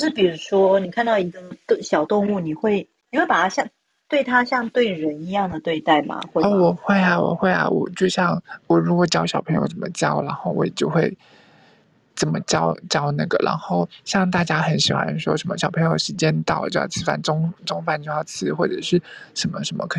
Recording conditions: poor microphone